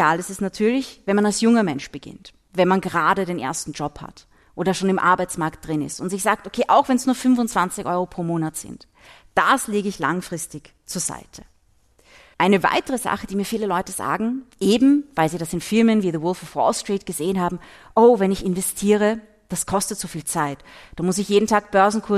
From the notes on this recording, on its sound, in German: zu Gast beim Podcast Festival der "Kleinen Zeitung" in Graz